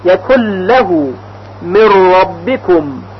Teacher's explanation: در واقع یعنی حرف مدغم که نون ساکن یا تنوین هست به طور کامل در دو حرف لام و را ادغام میشه و هیچ اثری و هیچ صفتی از حرف نون یا تنوین باقی نمیمونه · Term: ادغام کامل